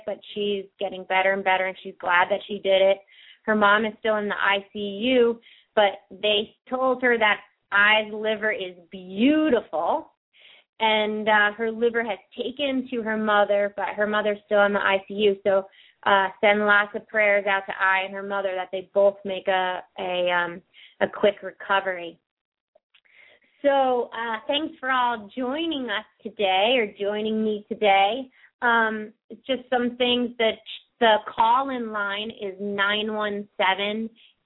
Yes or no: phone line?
yes